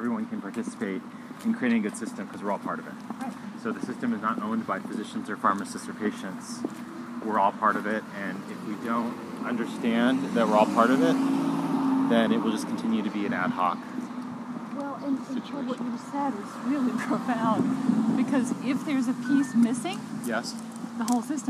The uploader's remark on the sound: Walking Podcast!